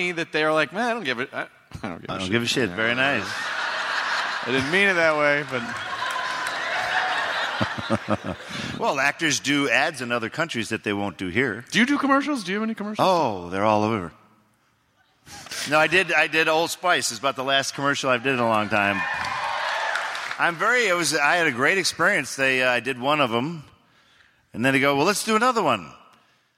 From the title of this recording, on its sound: Live at SDCC